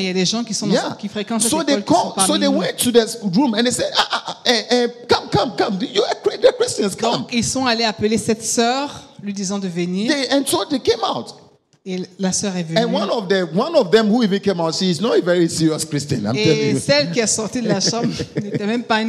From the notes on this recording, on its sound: Preached during Joyful Hour Sunday Service Rabat